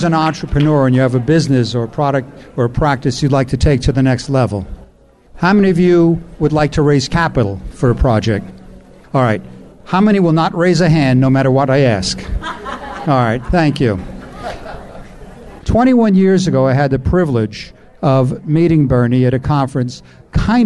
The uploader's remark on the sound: VoiceAmerica Talk Radio Live from NetMob Premiere™ It’s where deals are made!